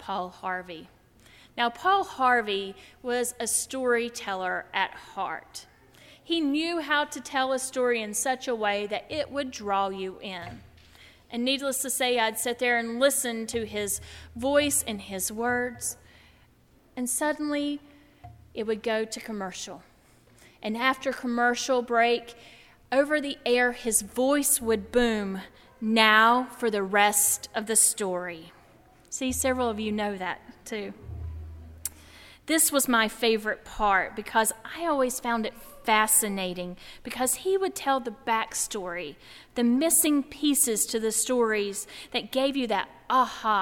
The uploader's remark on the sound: during the Heritage service on Sunday April 3, 2016, at First Presbyterian Church of Arlington Heights, Illinois.